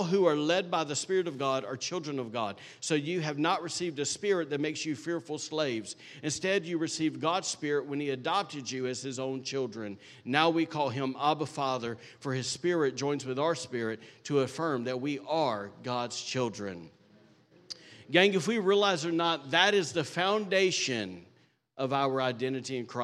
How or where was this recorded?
large echoing room